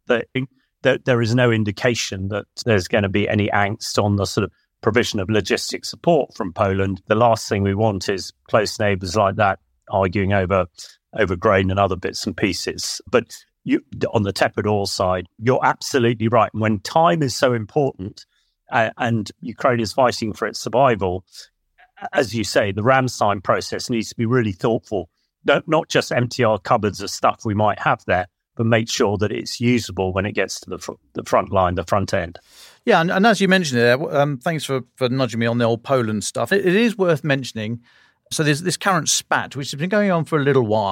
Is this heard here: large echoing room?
no